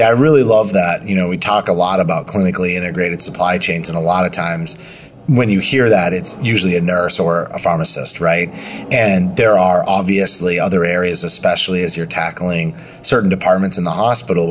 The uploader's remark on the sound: Live at AHRMM23 in Orlando.